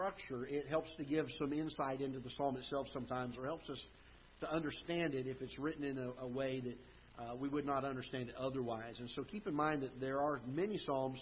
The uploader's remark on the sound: Ketha Heights Baptist Church ~ Live Broadcast